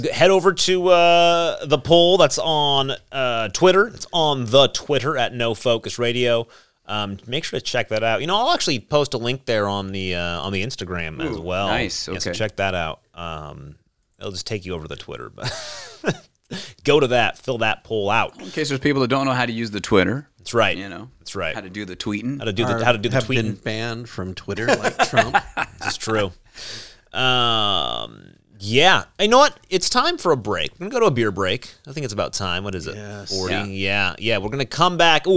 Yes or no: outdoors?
no